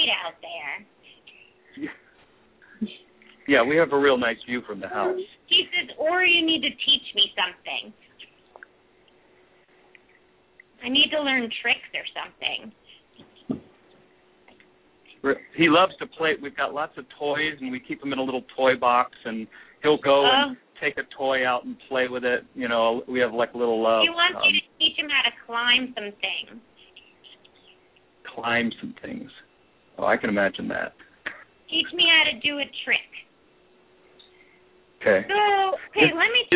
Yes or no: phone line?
yes